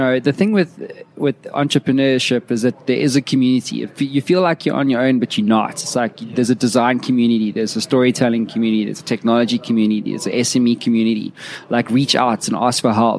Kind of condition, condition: setting, busy venue